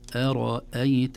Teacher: أرأيت، همزة مرققة ثم راء مفخمة ثم همزة مرققة